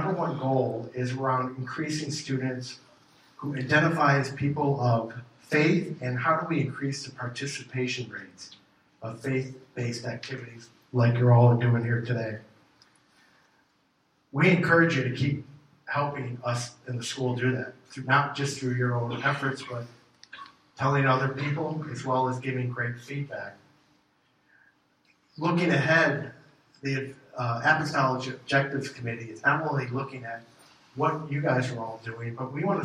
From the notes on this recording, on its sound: gives the keynote talk at the January State of the CAT meeting